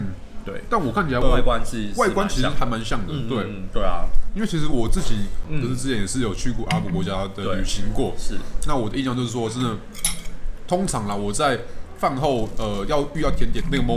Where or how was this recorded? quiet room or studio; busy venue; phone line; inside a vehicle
busy venue